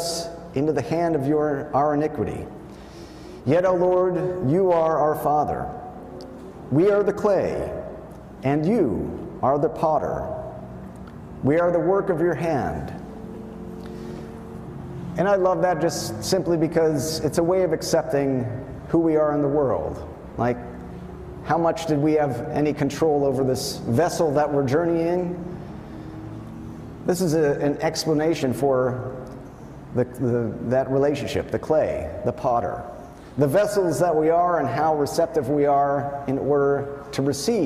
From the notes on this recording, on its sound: Wayfarers Chapel is an Ecumenical Ministry of the Swedenborgian Church and the National Memorial to Emanuel Swedenborg located In Rancho Palos Verdes, CA.